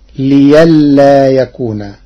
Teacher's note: قرأ ورش كلمة لئلا بإبدال الهمز ياء تخفيفا فتصير ليلا يكون.